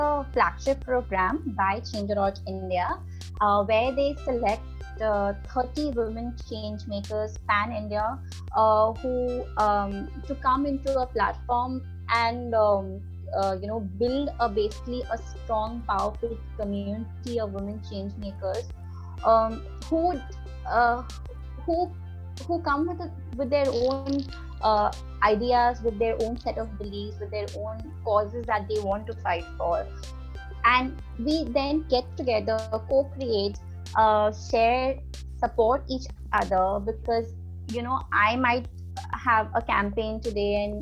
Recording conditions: video call